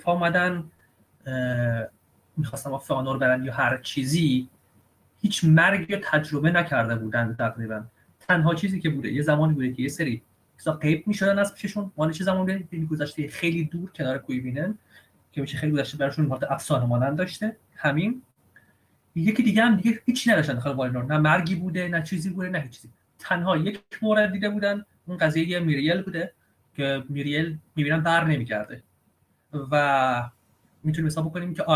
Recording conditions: video call